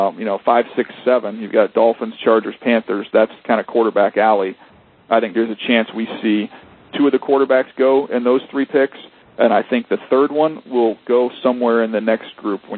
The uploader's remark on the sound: held a conference call with members of the media